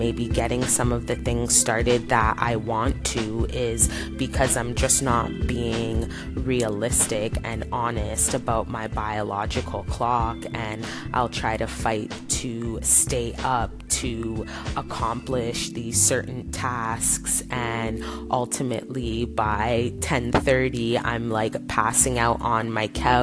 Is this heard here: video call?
no